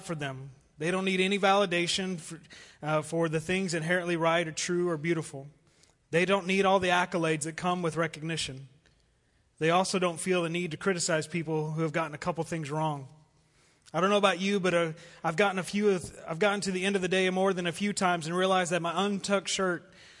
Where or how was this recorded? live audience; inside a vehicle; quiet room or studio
live audience